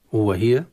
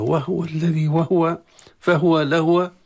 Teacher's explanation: القراء العشرة بعضهم يقرأ بتحريك الهاء ضما أو كسرة هو هي، وبعضهم بالسكون